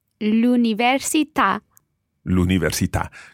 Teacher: The stress goes on the last syllable there.